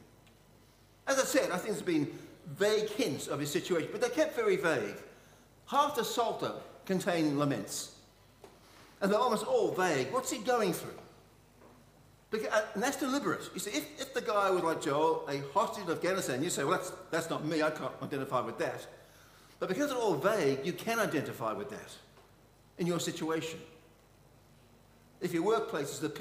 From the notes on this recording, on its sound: Session 3 of Ann St Church Annual Conference